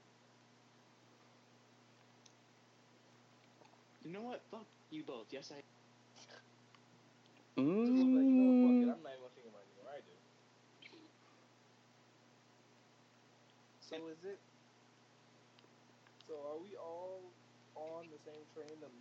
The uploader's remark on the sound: Probably Bad Audio Again.